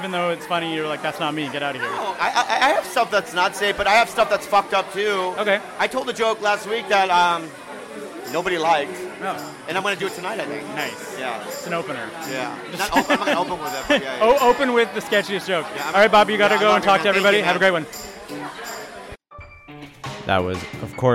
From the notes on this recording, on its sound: Just for Laughs 2019. The show is at MTELUS, there’s a live band to hype of the crowd.